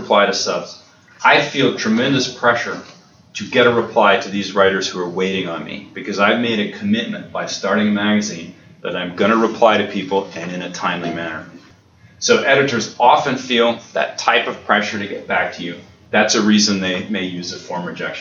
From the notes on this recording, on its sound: an excerpt from the lecture